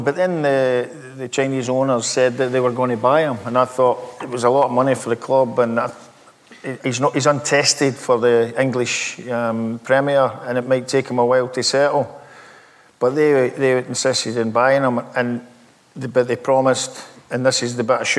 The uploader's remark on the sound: It’s taken from an interview we recorded in front of a live audience in Glasgow.